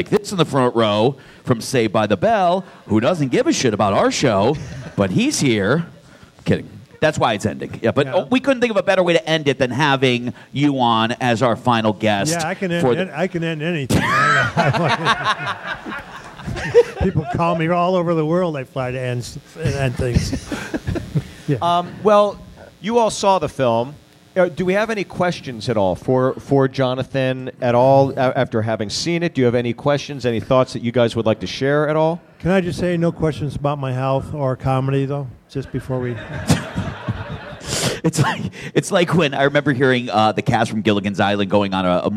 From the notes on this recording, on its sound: live at the ATC Comedy Festival in Phoenix, AZ